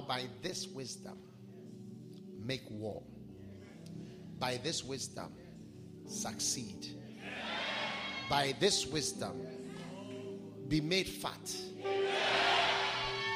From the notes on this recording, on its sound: Preached at the Wisdom Impartation Service.